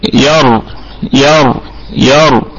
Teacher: الراء مفخمة في هذه الكلمة ير ير ير، طبعا لأنها ساكنة. هي يعني أحكام الراء عندنا في حفص لو كانت الراء ساكنة متوسطة فهي تتبع ما قبلها، تتبع ما قبلها.